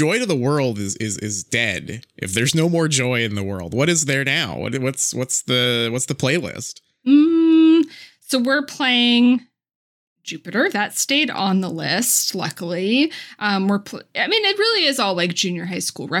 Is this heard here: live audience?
no